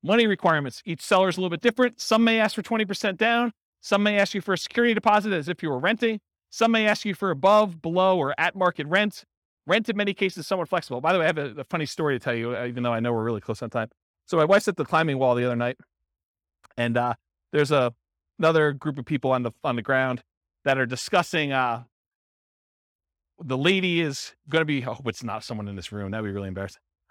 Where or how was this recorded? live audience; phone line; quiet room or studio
live audience